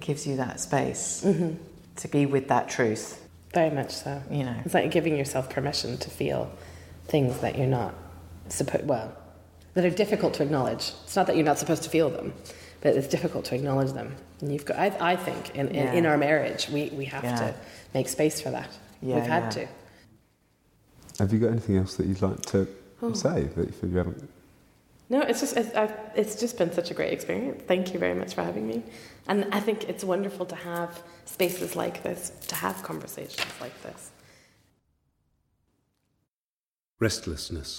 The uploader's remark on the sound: The Poetry Exchange at St Chad's College Chapel as part of Durham Book Festival. The Poetry Exchange at St Chad's College Chapel as part of Durham Book Festival in October 2015.